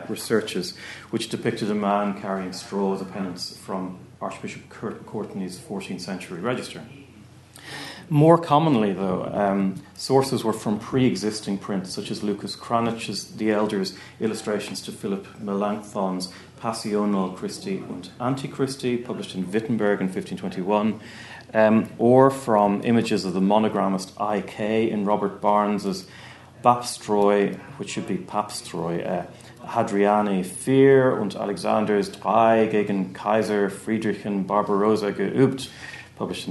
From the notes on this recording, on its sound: at the 2022 Tudor and Stuart Ireland Conference